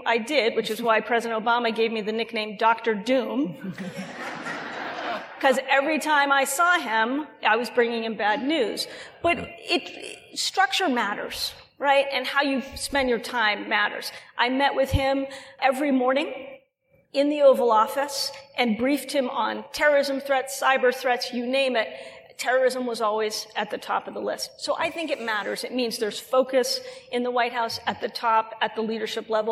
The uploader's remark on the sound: Lawfare and the Strauss Center for International Security and Law sponsored a series of panels at the Texas Tribune Festival. We bring you the audio of our Tribfest event.